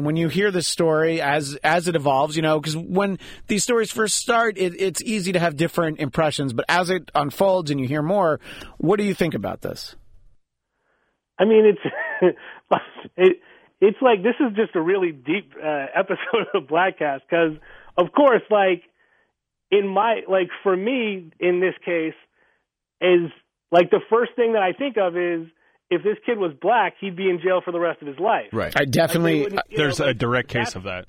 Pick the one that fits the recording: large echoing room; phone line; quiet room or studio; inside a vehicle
phone line